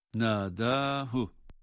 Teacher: ha harfi zamir olmasına rağmen uzatılmıyor. Nâdâhu. Yalnız harekesini okuyarak geçiyoruz.